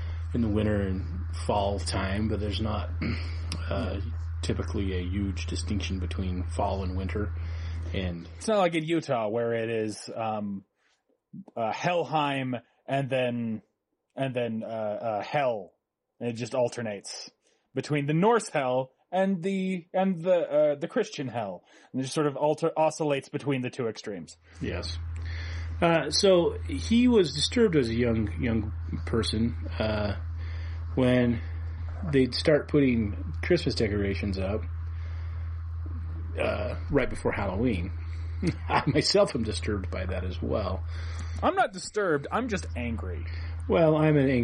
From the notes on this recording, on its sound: We apologize for the audio quality.